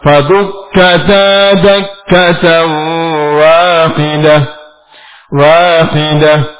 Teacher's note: Kalau kita wakafkan, tamar buto berubah menjadi ha.